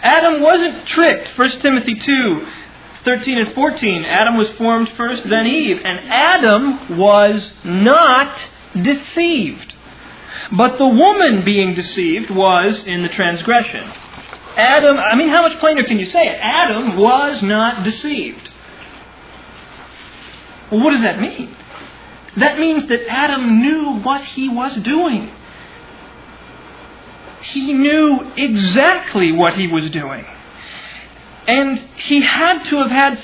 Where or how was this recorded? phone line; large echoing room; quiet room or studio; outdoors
large echoing room